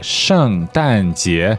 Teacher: two fourth tones and one second tone